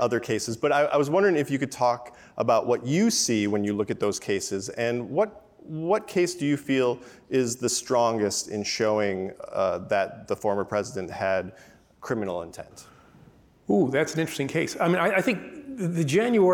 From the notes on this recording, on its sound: This conversation was recorded on May 6, 2023 at the Crosscut Ideas Festival in Seattle.